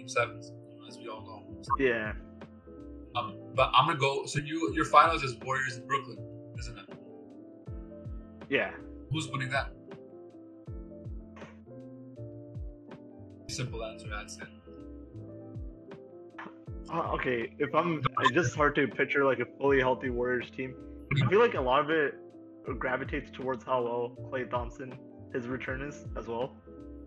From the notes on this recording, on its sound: We also apologize for the poor sound quality